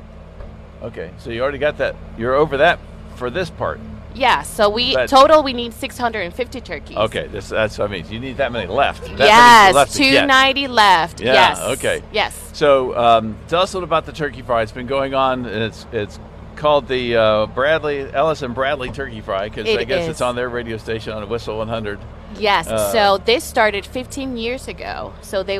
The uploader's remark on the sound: Live at the Turkey Fry Donation Drop-off. Broadcasted live from the Miracle Hill Turkey Fry Donation Drop-off event.